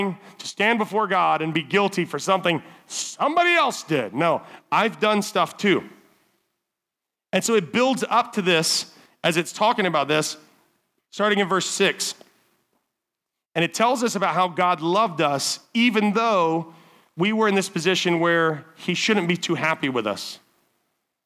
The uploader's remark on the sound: Summer Camp Wk7. Evening speaker recordings at our Frontier Town teen summer camp services.